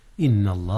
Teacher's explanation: أظهر التنوين قبل العين، إذ العين من أحرف الحلق · Term: إظهار